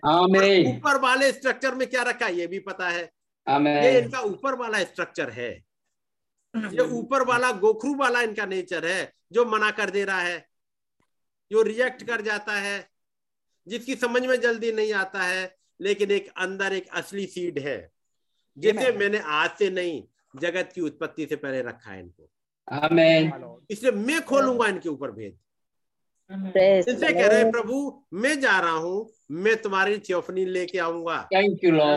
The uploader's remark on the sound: Zoom Meeting